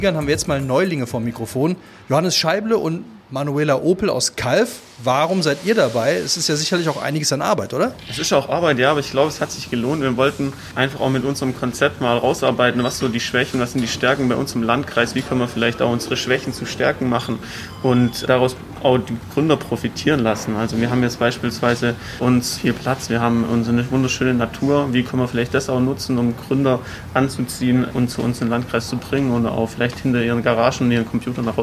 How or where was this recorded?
busy venue